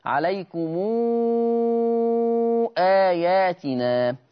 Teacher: أيضا قرأ ورش بصلة ميم الجمع، بصلة ميم الجمع في لفظ عليكم آياتنا